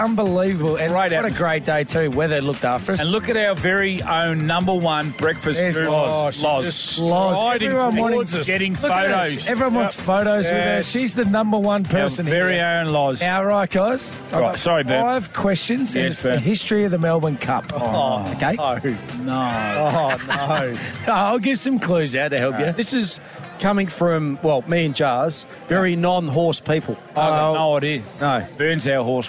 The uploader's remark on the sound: We're live from Morphettville for the Melbourne Cup!